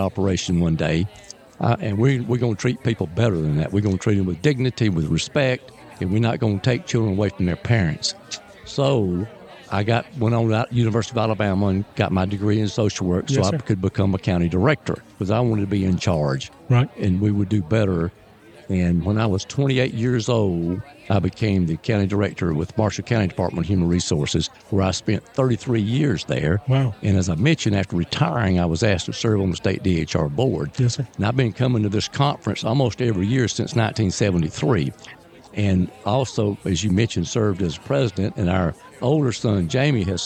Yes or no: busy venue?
yes